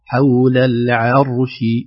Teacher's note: حول العرش، العرش ننتبه للراء وننتبه للعين، العين ترقق، لا نقول حول العرش، الع حول العرش، نرقق العين ونفخم الراء بدون قلقلة وبدون ترقيق